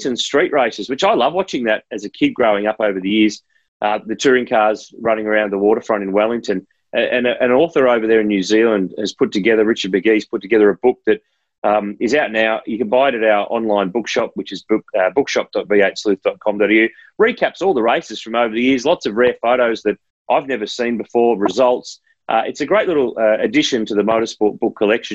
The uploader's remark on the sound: recorded over Zoom